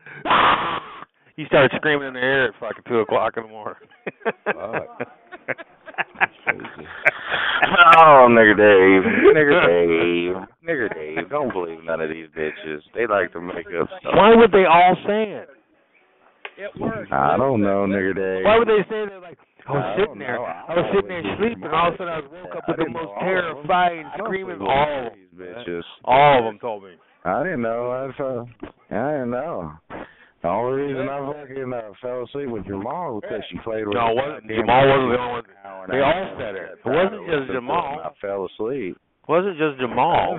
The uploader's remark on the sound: Conference Call